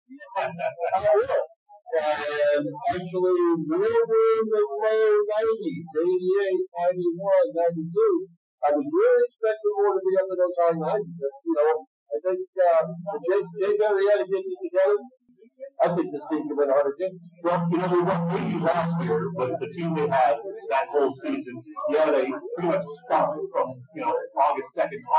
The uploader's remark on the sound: POOR AUDIO QUALITY. This is an audio-only replay of our March 3, 2019, show LIVE at the Irish Rover Station House in Langhorne.